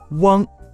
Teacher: 起点元音是前高不圆唇元音一，舌尖接触下齿背，舌面前部隆起，软腭上升，关闭鼻腔通路。发一之后呢，打开鼻腔通路，同时舌面后部与软腭闭合，使在口腔中受到的阻碍的气流从鼻腔透出，口型没有明显的变化。来看翁，起点元音是比圆唇元音呜舌位略低的后次高圆唇元音呜，舌尖离开下齿背，舌体后缩，舌面后部隆起，软腭上升，关闭鼻腔通路。发后次高圆唇元音呜之后，软腭下降，打开鼻腔通路，同时舌面后部与软腭闭合，使在口腔受到阻碍的气流从鼻腔里透出，唇形始终拢圆。来看央，发音的时候从高元音一开始，舌位向后滑降到低元音啊，然后舌位升高，接续鼻音嗯。好，来看汪，发音的时候从圆唇的后高元音乌开始，舌位滑降至后低元音啊，然后舌位升高，接续鼻音嗯，唇形从圆唇在向折点元音的滑动中逐渐展唇